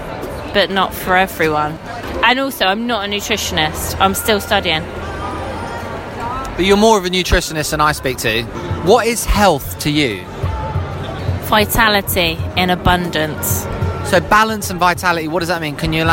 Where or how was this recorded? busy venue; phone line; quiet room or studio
busy venue